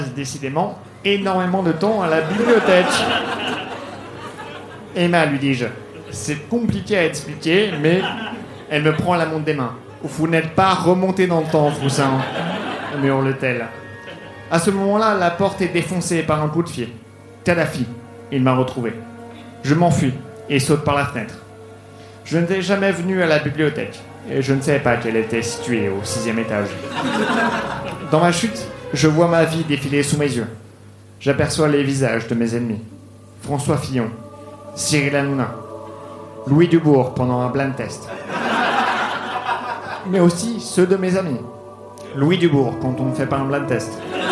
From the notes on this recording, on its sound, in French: Enregistré en direct et en public à la Soirée Froussin au One More le 29/01/2019.